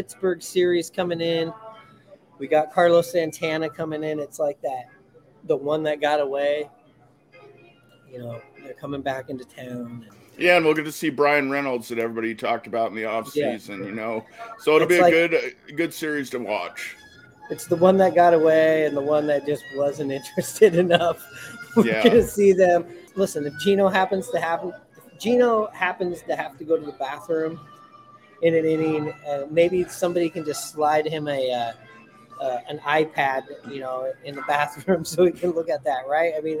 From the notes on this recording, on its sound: Live from Buckley's!